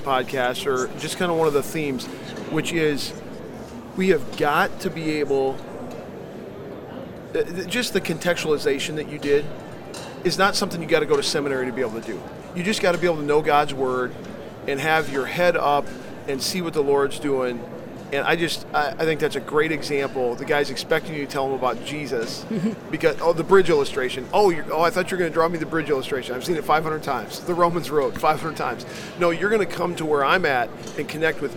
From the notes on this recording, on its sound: LIVE from NRB 2022!